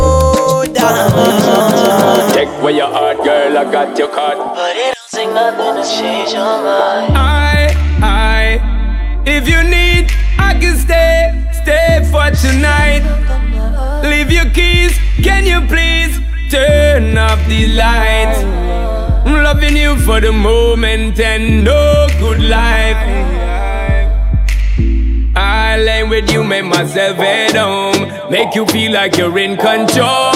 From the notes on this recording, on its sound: Raw Live DJ Set performed by myself in the beautiful Republic Bar, in Accra, Ghana. The fact that it's Open Air brings an awesome energy.